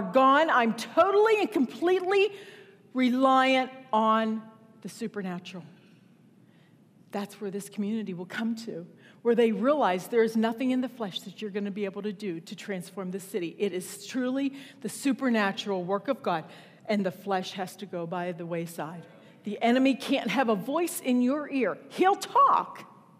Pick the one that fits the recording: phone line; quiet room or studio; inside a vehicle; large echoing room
large echoing room